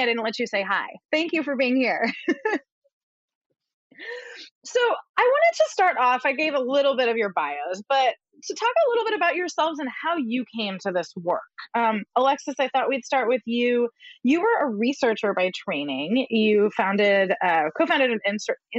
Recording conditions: video call